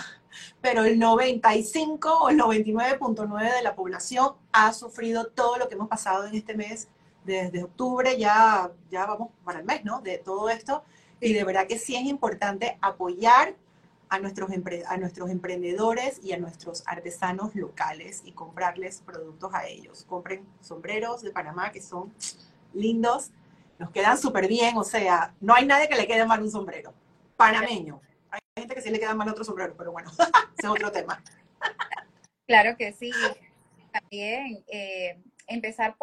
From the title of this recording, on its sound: IG Live